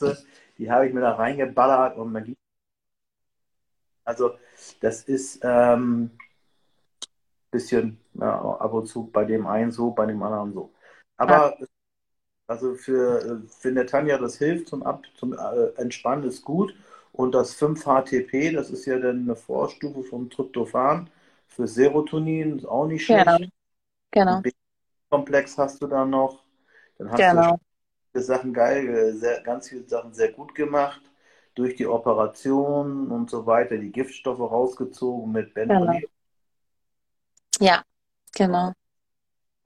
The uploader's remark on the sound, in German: Instagram Live Talk hier als Podcast